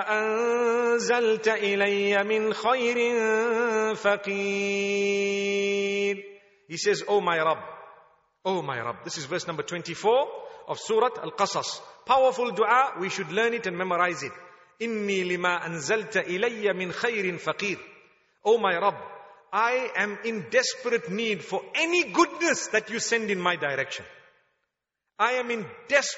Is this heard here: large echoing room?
yes